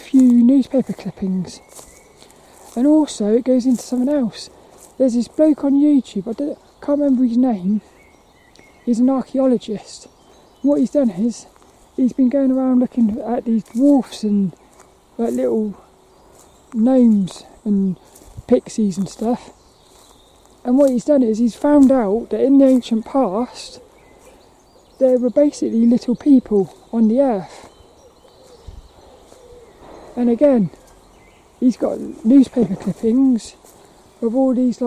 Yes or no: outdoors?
yes